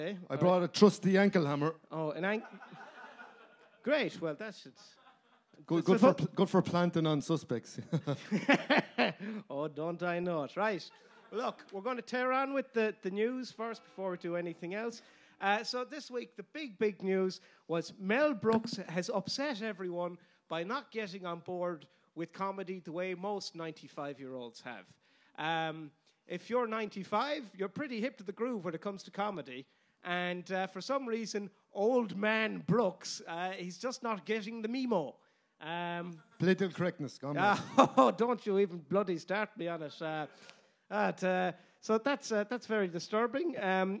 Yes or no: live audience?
yes